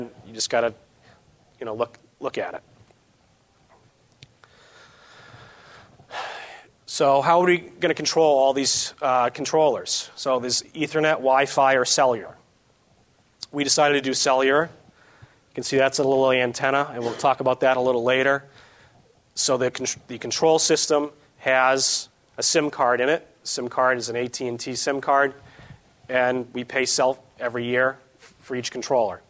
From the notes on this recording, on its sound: This edition of the SportsField Management Podcast is an excerpt from an STMA Conference presentation on the topic of smart irrigation.